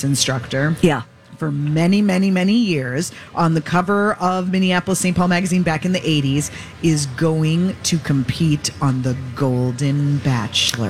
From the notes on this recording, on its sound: LIVE at the State Fair! Live from the Minnesota State Fair!